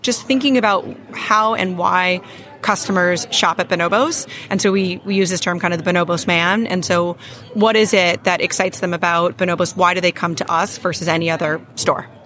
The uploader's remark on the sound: sat down for an interview live from the NRF Big Show